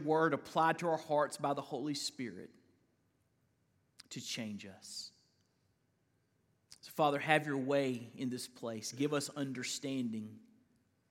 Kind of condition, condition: setting, large echoing room